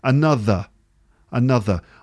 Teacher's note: So you start with the tip of the tongue touching the underside of the top teeth. And you go th, and then you move the tongue away.